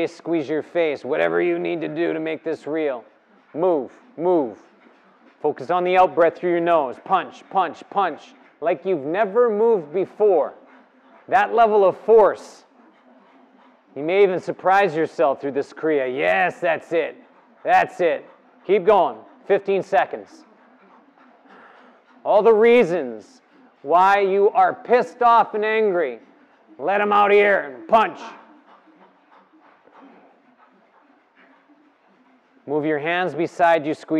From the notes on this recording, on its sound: The live practice took place before a yoga practice at Peace Retreat in Los Pargos, Costa Rica in February of 2022.